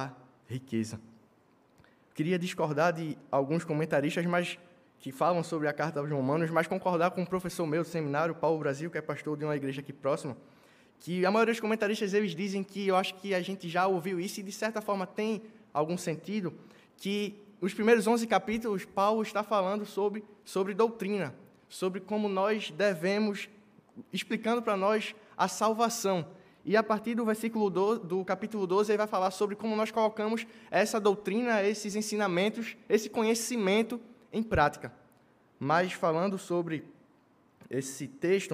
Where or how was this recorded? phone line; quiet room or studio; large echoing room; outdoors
large echoing room